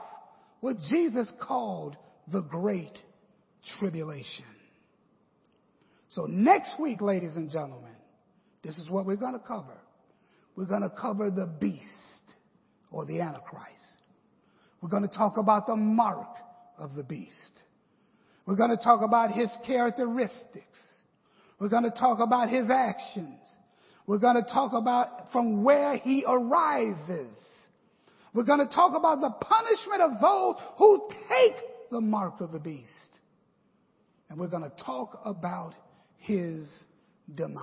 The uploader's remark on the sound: The 5-Part Bible Class Series taught at Victory Apostolic Matteson IL.